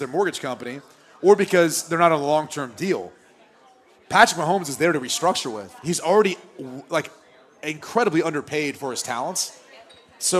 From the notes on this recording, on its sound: LIVE from Dublin, Ireland for the Aer Lingus College Football Classic